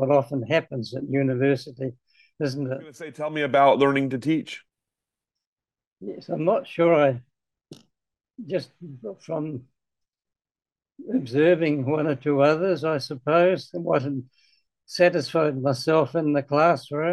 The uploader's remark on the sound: This interview was conducted